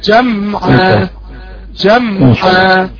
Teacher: انا عاوز الميم بتاع الجمعة يكون فيها البينية الثانية، يعني ما تكتمهاش